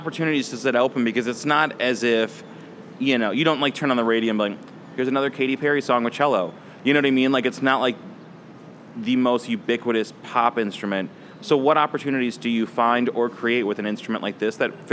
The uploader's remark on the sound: Recorded at SXSW 2016